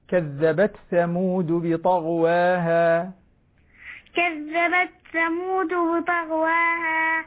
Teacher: وضح التاء هنا التاء مظهرة